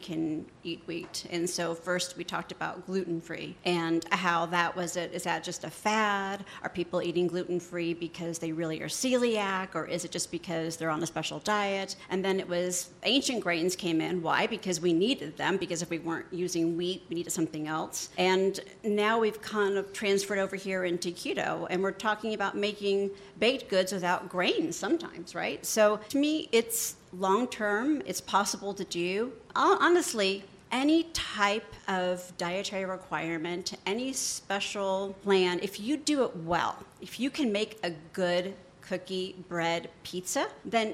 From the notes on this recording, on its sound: LIVE FROM CHICAGO. There’s nothing like a studio audience of more than 60 people, especially during the American Society of Baking’s annual BakingTECH conference in Chicago. From deep inside The Hilton Chicago.